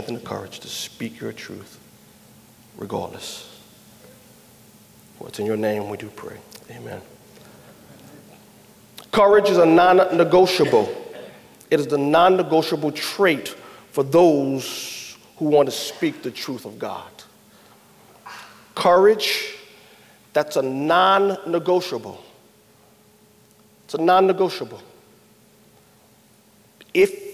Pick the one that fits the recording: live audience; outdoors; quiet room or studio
live audience